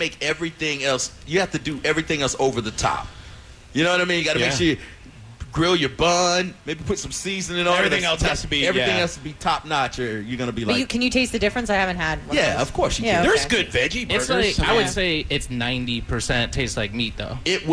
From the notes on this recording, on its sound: Live from Gennaro's. The most epic of night time radio cross overs happened.